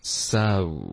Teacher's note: So,这个双元音被你发成了 so.OK，这是一个中式的不动嘴巴的 O，英文是双元音 So